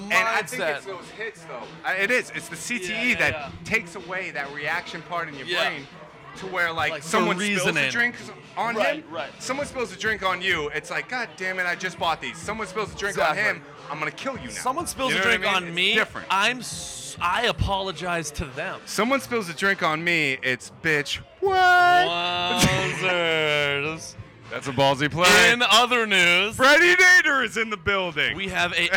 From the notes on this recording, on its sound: LIVE at The Greatest Bar in Boston, MA